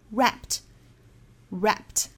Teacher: come in the form of beautifully wrapped gifts.这后面还有一个要注意的点，就是 wrap 这个词双写 p 加 ed, 后面部分的发音应该是发轻辅音的 t